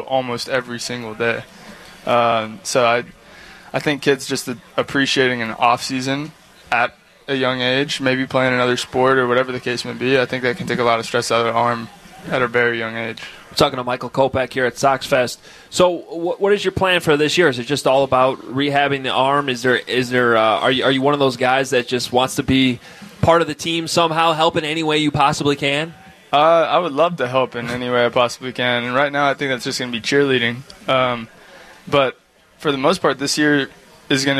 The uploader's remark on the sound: Sit down live at SoxFest.